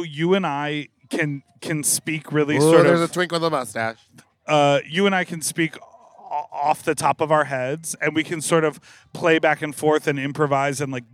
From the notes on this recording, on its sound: Sit in folding chairs in a parking lot in direct sunlight and record this show. Get ready for some shouting and screaming.